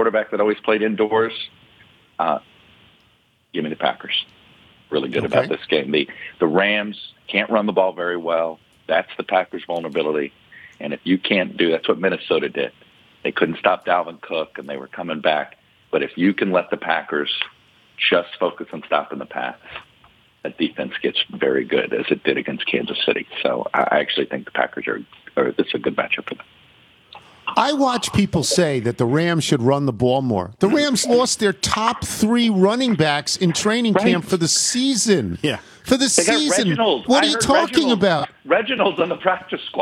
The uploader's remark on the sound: Phone in with their picks. Calls in to pick games.